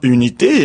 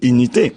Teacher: le son U, est plutôt prononcé I, à Kinshasa · Shown in: second take